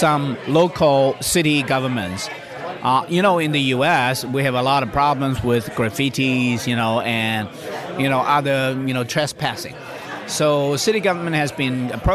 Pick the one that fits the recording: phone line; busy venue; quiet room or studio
busy venue